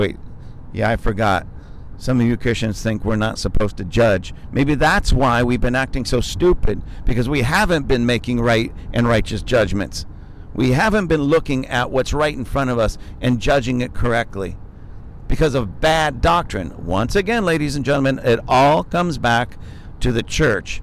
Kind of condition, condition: setting, inside a vehicle